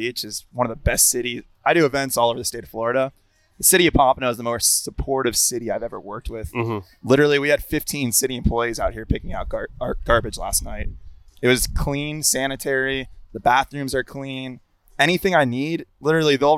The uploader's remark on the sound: Connected By Water: ON LOCATION. We were all set up with our trailer, aka “The Minnow” for the 2022 Pompano Beach Seafood Festival.